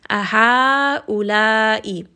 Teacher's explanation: Ha, which is a 4 to 5 count med. La, which is a 4 to 5 count med. · Term: mad al-wajib al-muttasil